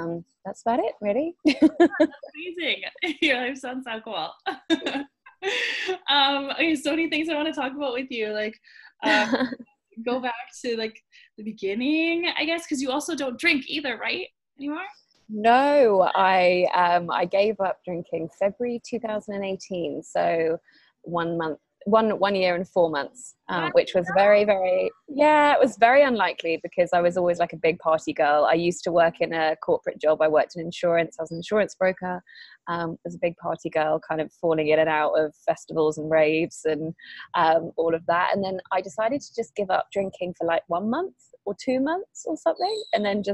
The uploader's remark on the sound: We did this interview via skype.